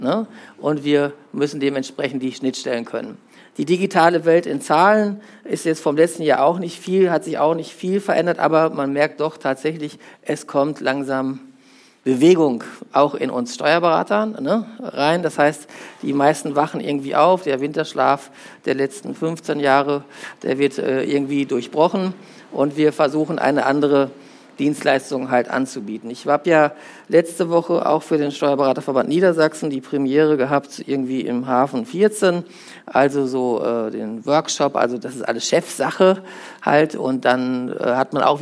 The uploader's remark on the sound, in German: Ein Vortrag von der Steuerfachtagung + Zukunftskongress Celle des StBV Niedersachsen Sachsen-Anhalt